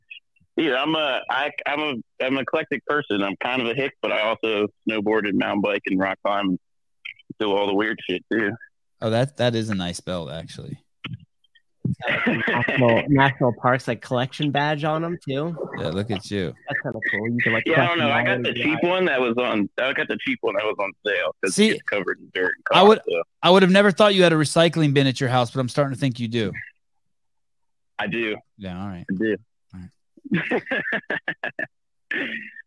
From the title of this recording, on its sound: Live Call